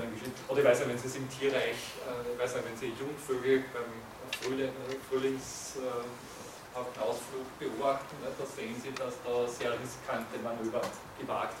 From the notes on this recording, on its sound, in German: Diese Vorlesung wurde von Studierenden aufgenommen